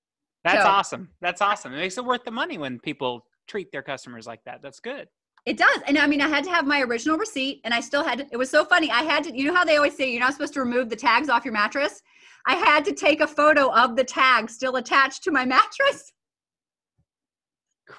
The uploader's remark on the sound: sit down on Zoom for a round table discussion